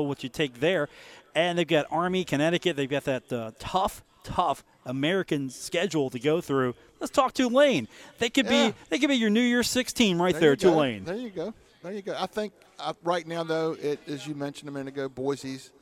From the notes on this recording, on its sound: live from The Union Pub and Grill